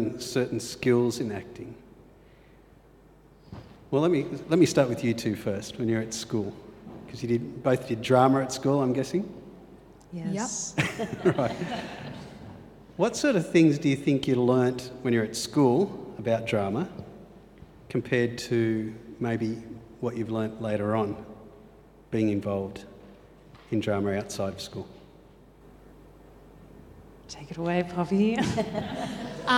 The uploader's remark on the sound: This was our first attempt at doing a podcast LIVE!! Whether I could keep the style of conversation going in front of an audience. It was great to feel the vibe in the Great Hall.